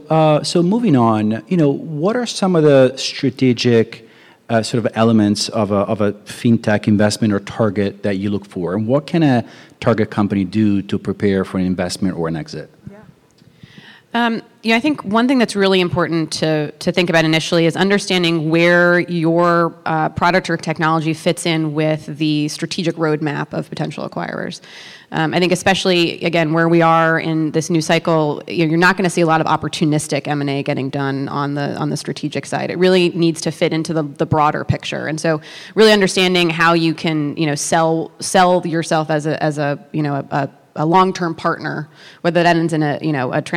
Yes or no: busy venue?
yes